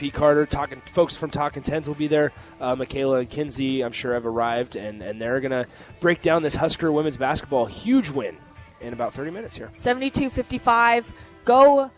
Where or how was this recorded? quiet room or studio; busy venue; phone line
busy venue